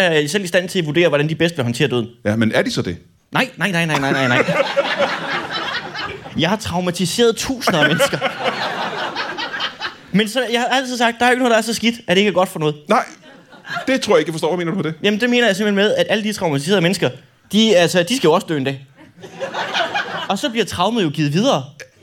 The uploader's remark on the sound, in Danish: LIVE fra HCA Comedy Festival